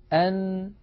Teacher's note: عندما يقرع طرف اللسان منطقة اللثة يخرج حرف النون